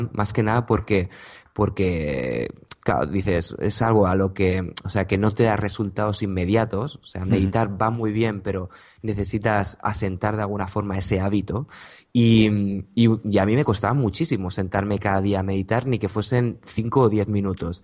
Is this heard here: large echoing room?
no